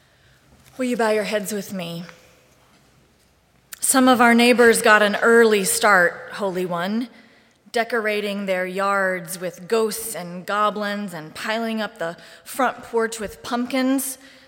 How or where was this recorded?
large echoing room